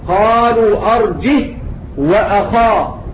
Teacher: حمزة وعاصم قرأ قالوا أرجه وأخا بسكون الهاء